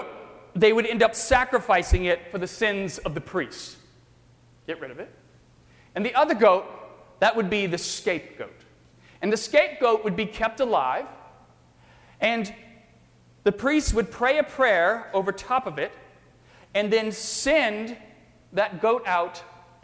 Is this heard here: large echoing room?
yes